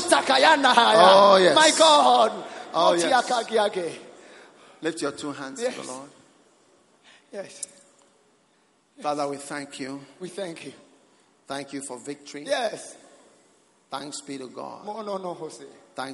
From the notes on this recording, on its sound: Preached at The Experience Service, First Love Church.